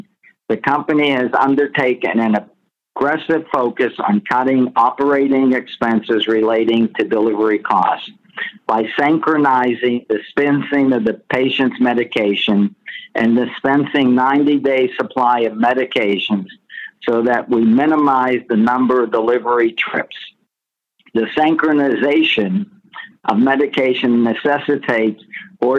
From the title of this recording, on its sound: Progressive Care Conference Call May 2022